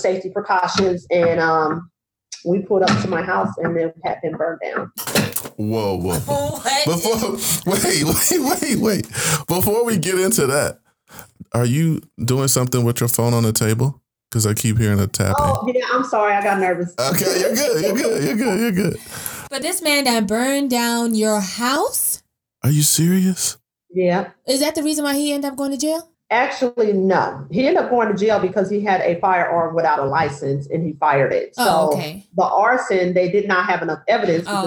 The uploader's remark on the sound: Although this isn't our normal audio quality, we still believe this is a story that the world should hear.